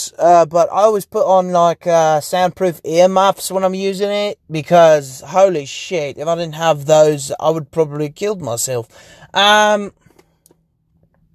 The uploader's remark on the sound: Basically just me rambling in my car because I was locked outta my house